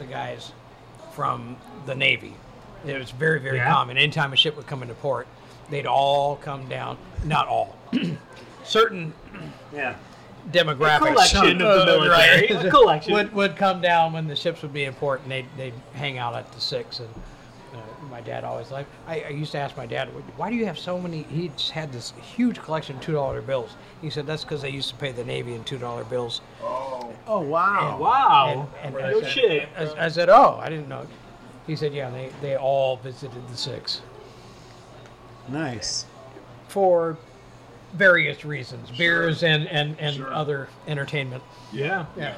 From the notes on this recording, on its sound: The Crescent Lounge in Capitol Hill. Recorded live at The Crescent Lounge on 05/22/2023.